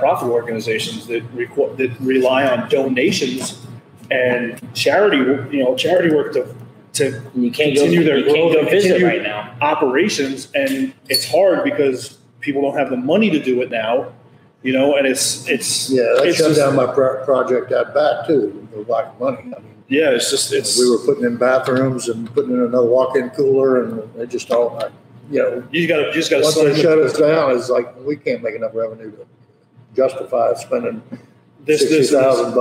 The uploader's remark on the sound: On Location: Makers Craft Brewery